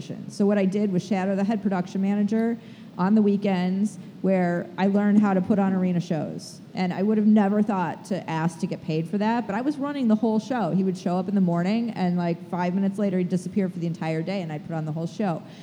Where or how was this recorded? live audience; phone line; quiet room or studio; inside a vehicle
live audience